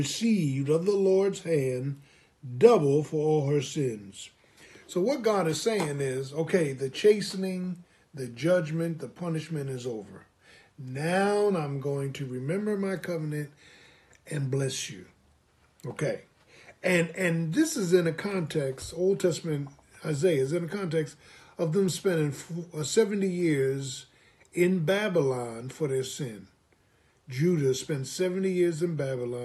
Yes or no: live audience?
no